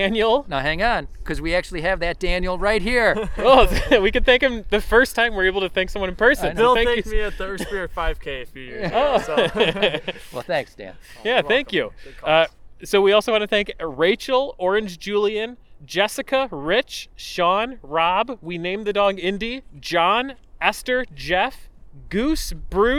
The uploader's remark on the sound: This episode was recorded on February 1, 2021 in Buffalo, NY at the Erie Basin Marina (part 1) and Tifft Nature Preserve (part 2).